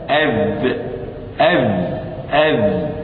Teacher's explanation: طرف اللسان مع أطراف الثنايا العليا